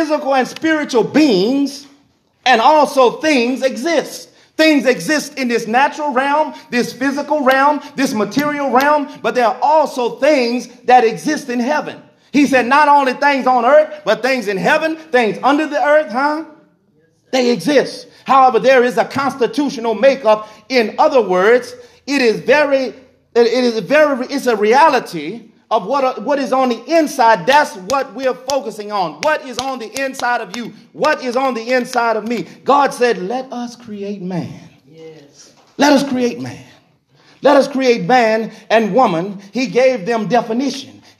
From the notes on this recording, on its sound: Recorded in the sanctuary of Truevine Missionary Church of Hahnville, Louisiana